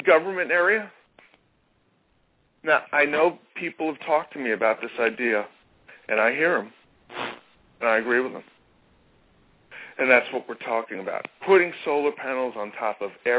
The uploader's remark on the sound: Takes Calls